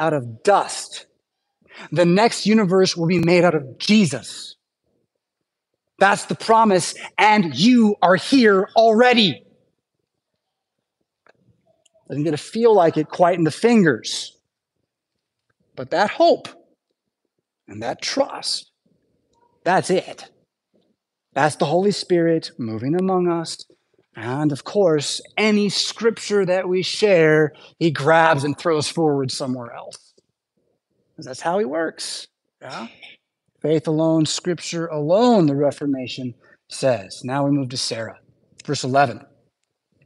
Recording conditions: large echoing room